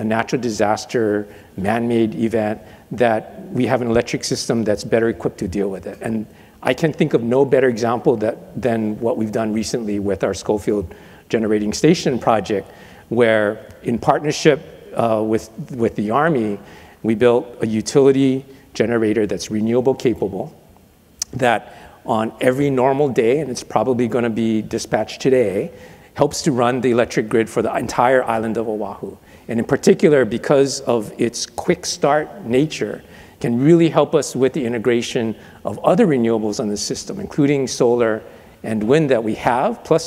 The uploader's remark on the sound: The best of live interviews from GreenBiz events.